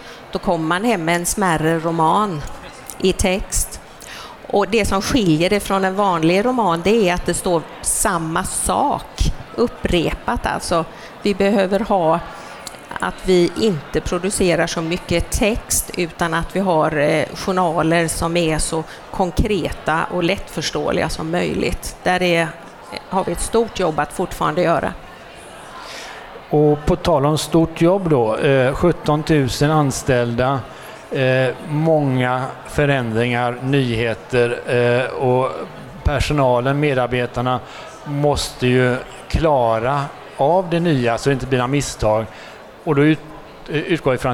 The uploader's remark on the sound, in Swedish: Detta är det första avsnittet av tre som spelades in live inför publik på Kvalitetsmässan 12-14 november i Göteborg. I början av detta avsnitt strulade tekniken något så ljudet byter karaktär efter cirka fem minuter.